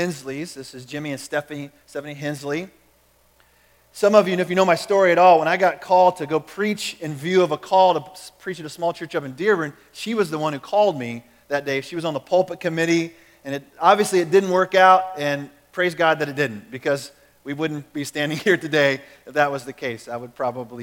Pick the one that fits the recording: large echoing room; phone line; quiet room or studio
large echoing room